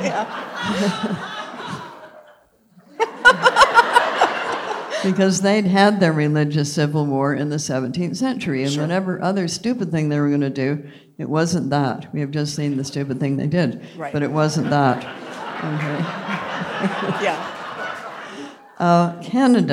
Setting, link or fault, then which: setting, live audience